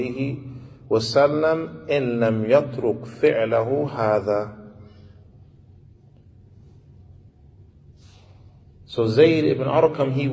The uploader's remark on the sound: Lecture given at Masjid Nur Allah, Queens, NY